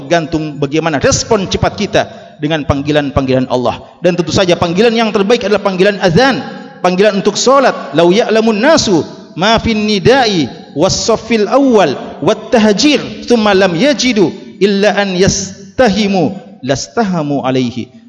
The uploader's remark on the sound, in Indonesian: LIVE Ceramah Jum'at. Ceramah Jum'at [LIVE].